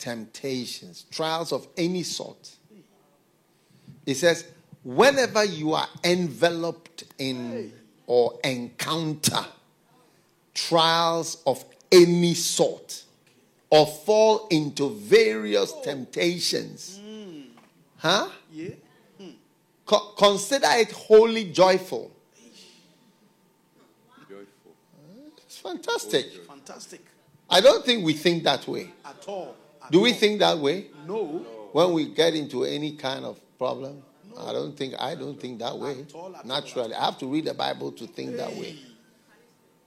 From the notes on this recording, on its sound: Preached at the FLOW Church.